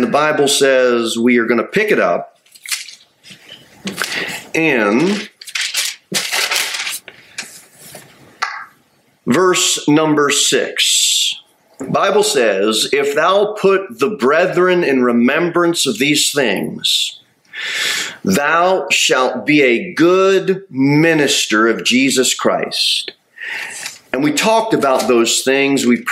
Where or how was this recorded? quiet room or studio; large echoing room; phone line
large echoing room